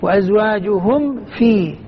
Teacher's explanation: وتكون الميم أشد إظهارا عند الواو والفاء